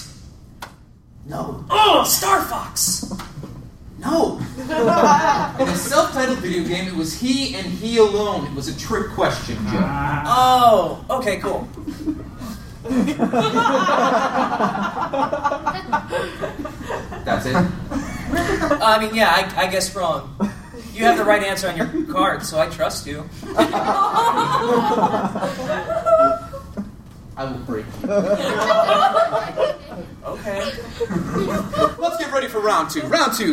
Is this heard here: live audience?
yes